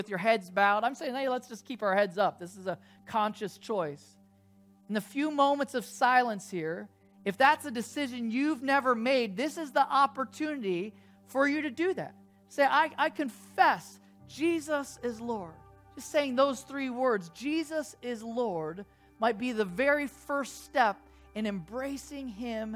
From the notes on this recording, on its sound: 8:30AM service video soundtrack